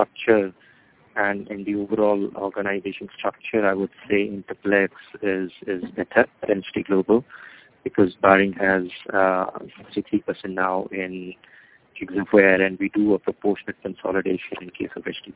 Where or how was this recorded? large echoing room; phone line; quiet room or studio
phone line